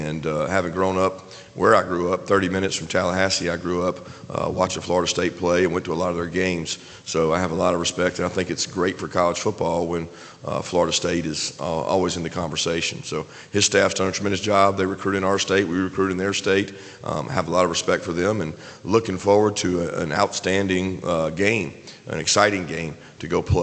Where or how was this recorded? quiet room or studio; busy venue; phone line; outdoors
busy venue